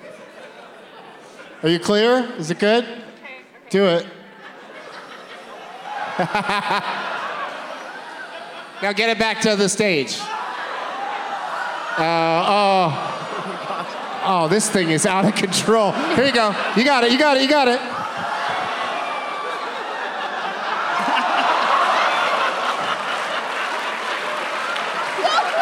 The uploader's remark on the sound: Live from the Neptune Theatre in Seattle